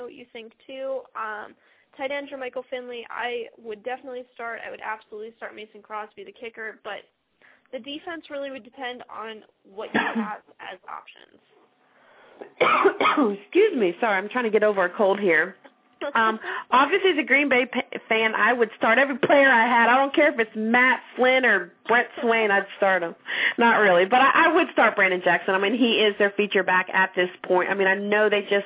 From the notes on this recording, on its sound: fan interaction via phone